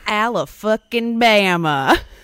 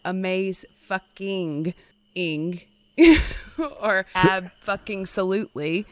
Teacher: Interestingly, I believe it falls after the first stressed syllable. · Shown in: first take